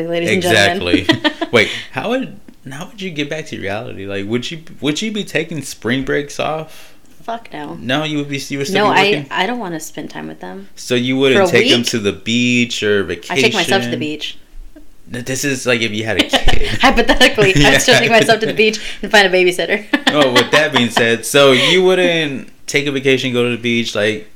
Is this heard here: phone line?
no